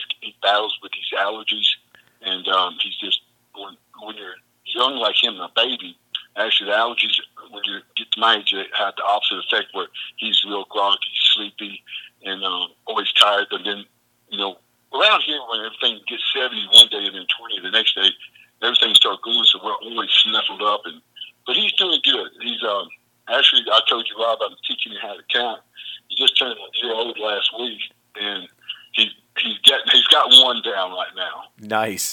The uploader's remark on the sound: a 3 part phone call